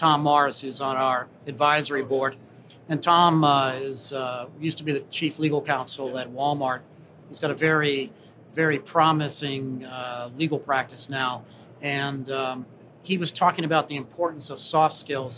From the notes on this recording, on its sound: LIVE from GSX 2022. Straight from the floor of GSX 2022. Booth 3355 as the three-day event kicks off.